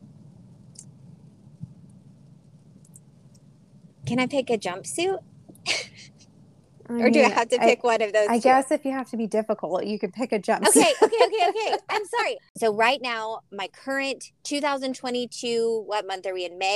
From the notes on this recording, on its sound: Was in the car for this one, so it’s raw and real, but so much fun!